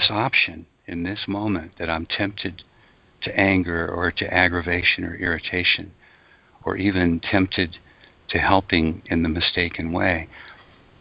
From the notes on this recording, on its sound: ACIM Daily TEXT Conference Call